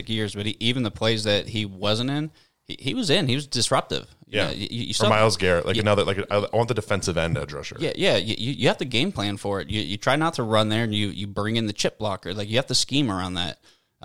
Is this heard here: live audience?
no